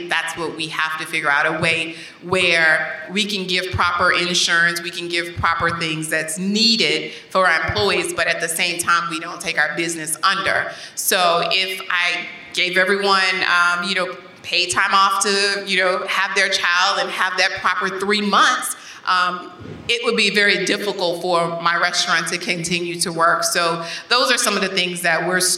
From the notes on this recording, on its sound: in Princeton, New Jersey at the Bead Foundation Summit